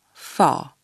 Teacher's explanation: Il fait figurer le son a. Ce son ressemble au français a, mais il est plus long et nécessite une plus grande ouverture de la bouche. On entend par ailleurs que le r final est presque muet.